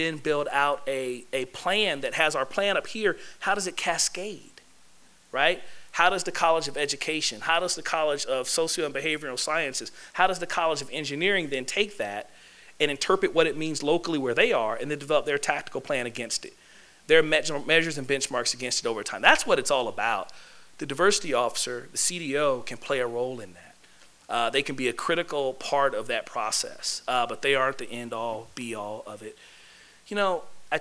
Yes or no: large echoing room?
yes